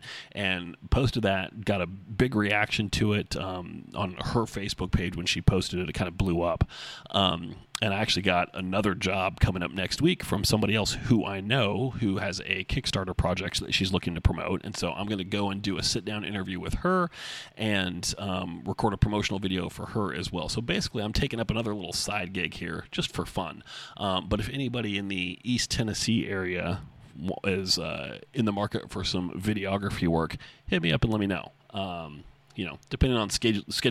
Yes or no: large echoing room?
no